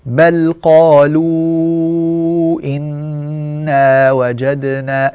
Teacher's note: لاحظ أن أنفي لم يعمل إلا في النون · Term: الغنة